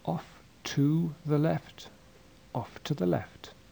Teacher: Notice that a stressed word like off never has a weak form.